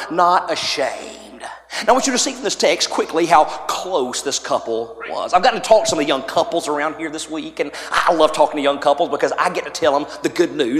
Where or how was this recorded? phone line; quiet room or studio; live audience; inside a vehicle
live audience